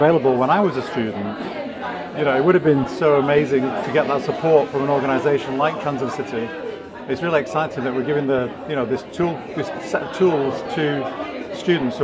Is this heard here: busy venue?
yes